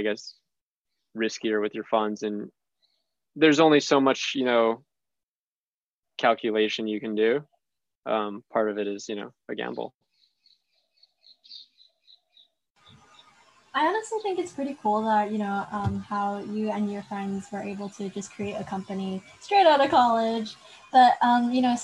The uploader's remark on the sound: now a zoom meeting due to social distancing guidelines